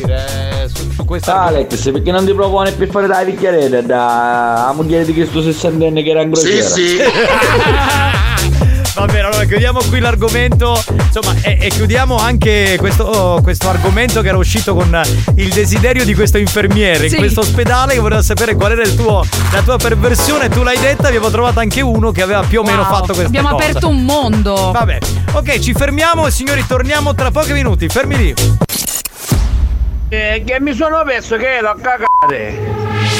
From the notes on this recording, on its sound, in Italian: ci racconta al telefono